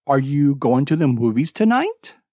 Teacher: Example of rising intonation, a yes-no question.